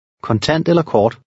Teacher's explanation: The stress in the first word is on the second syllable.